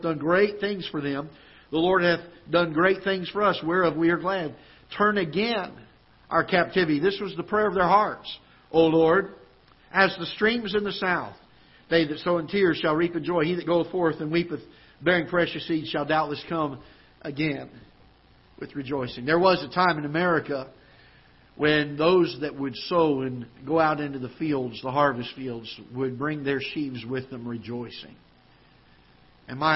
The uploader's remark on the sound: Ketha Heights Baptist Church ~ Live Broadcast